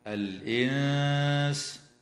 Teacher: وتخفى النون الساكنة عند السين مع الغنة مرققة في كلمة الإنس